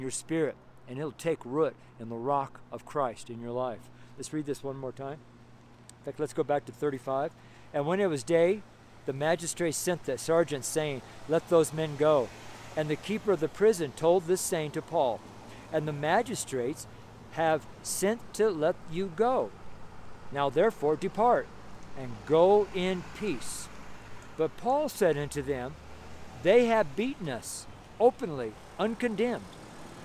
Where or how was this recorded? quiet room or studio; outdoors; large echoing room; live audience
outdoors